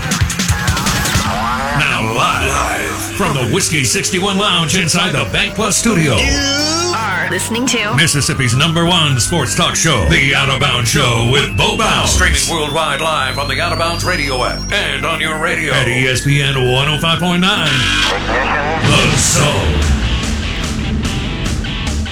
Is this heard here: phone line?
yes